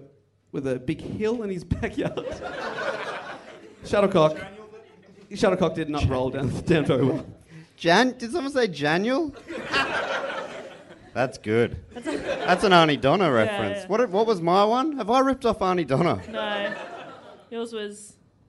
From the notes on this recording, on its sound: This super fun episode was recorded live at The Chippo Hotel in Sydney.